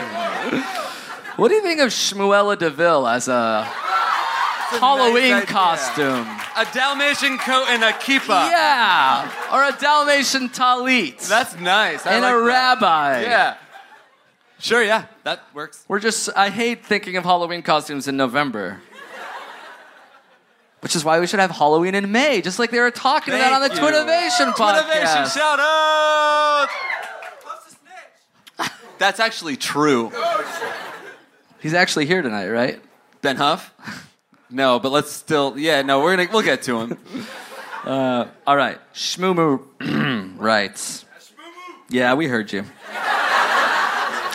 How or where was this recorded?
live audience